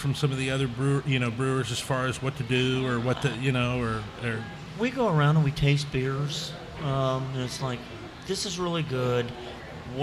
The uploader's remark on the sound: The Old Firehouse Brewery, Live!